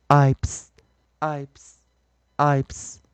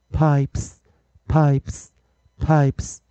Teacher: striped, w, w, w, w, wiped, wiped,wiped。那这个时候，同学们要注意，我们刚刚看到这个 I P E 的一个格啊组合啊的形式之后，如果有复数型的时候，我们是用去 e 加 es，ips，ips，ips。注意，我们讲这个 p 是清辅音，因此 es 去 e 加 es 的时候，s 维持清音，ips，ips，ips。同样的，我们来看一下，在首音的地方，我们一样是有 p。再来，我们有 w w w w w ww。好，那这个时候我们来练习一下 p p p pipes